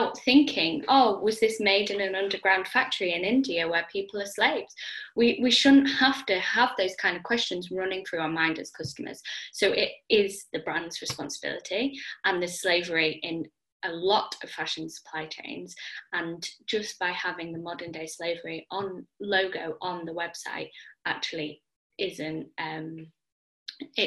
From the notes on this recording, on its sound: I sat down (over zoom!)